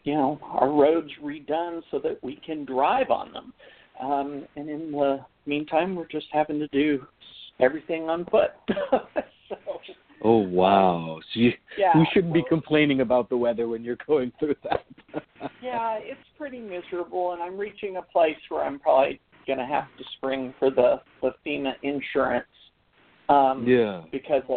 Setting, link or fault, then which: link, phone line